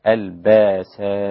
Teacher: أبدل الألف أو الهمزة في البأساء إذا وقف عليها